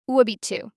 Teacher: Information questions, those starting with ou, quant, comment, have rising intonation on the question word, then falling intonation on the rest of the sentence.